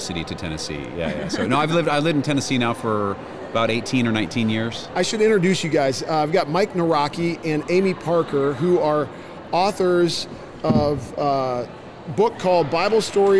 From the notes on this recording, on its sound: LIVE from Christian Product Expo 2022 in Lexington, KY!